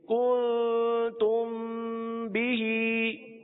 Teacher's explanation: اب کن پہ اخفا کا قاعدہ ہوگا اور تم پہ اخفاء شفوی کا قاعدہ ہوگا دونوں میں گنا کر کے پڑھیں گے